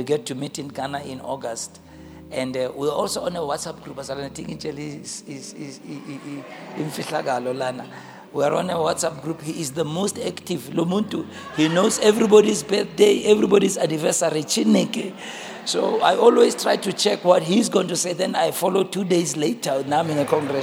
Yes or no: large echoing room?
yes